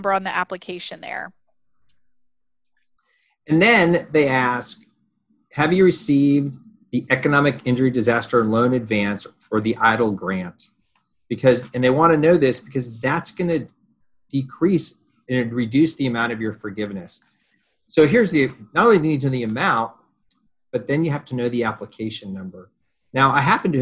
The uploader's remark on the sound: This episode is a recording from our webinar